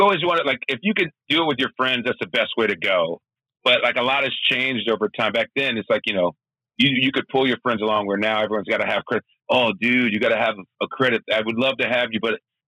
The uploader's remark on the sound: gets on the phone